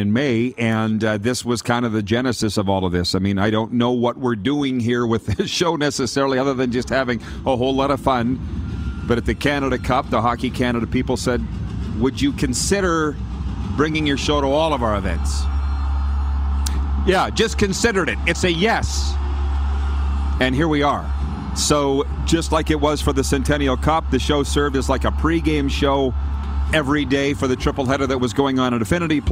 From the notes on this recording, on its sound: LIVE From Rogers Place in Edmonton. We are LIVE from inside Rogers Place in Edmonton, Alberta... Site of the 2022 World Junior (2.0) championships!